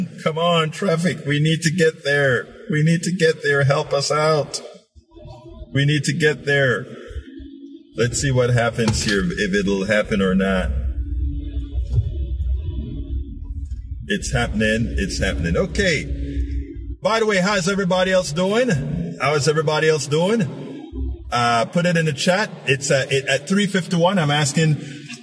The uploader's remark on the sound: Politics Done Right was delivered while driving to an important press conference.